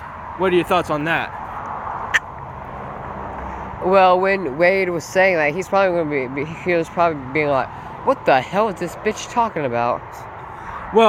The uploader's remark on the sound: Sorry for all the loud noises we were outside for this